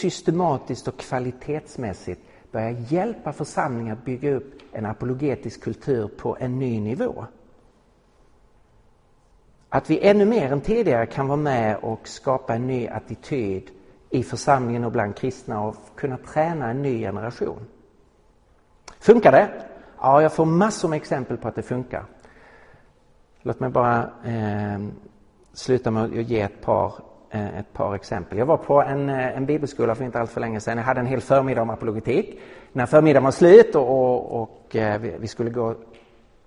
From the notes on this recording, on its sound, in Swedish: Inspelad i på Apologiakonferensen i Betlehemskyrkan i Stockholm 2017-03-31